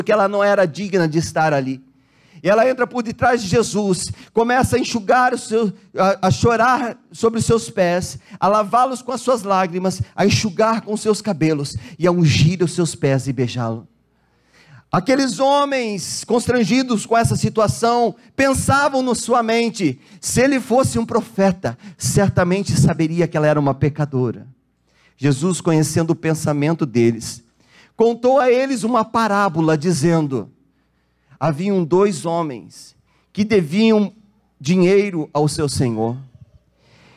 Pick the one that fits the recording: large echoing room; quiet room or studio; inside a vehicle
large echoing room